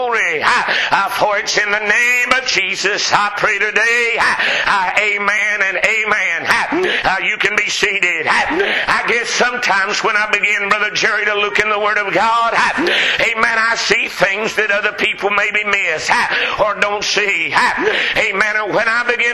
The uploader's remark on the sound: Preached at McCoys Chapel